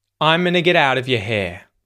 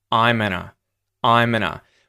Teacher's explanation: Did you notice how I am going to changes into I'm gonna · Term: connected English